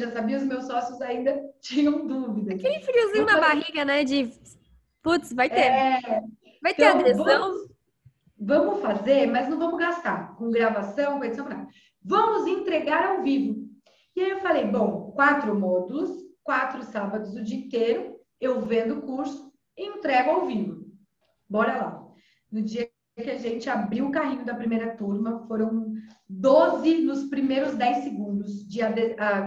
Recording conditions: video call